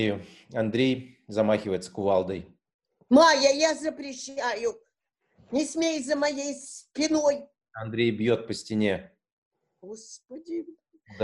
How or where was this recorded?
video call